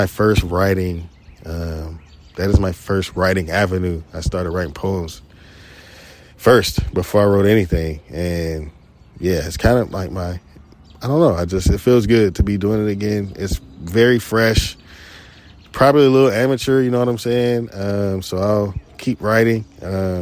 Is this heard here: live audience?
no